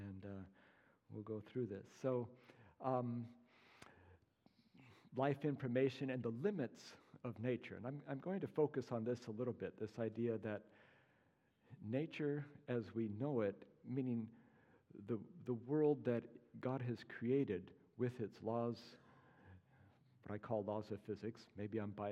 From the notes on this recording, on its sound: as part of New Life Presbyterian Church's Apologetics Conference